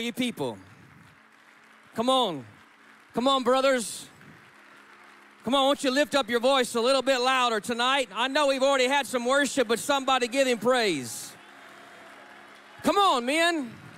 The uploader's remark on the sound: takes the stage at the National Menistry Conference, captivating the audience